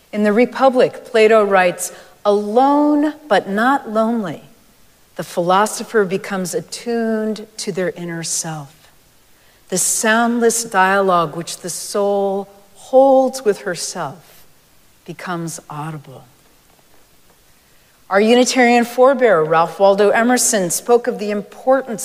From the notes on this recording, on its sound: Recorded live at Arlington Street Church.